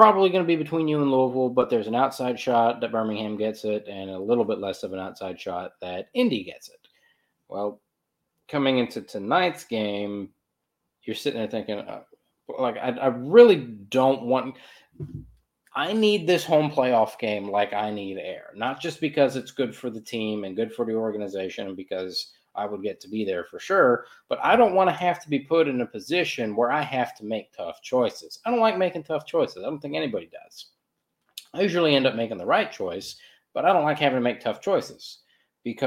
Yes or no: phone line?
no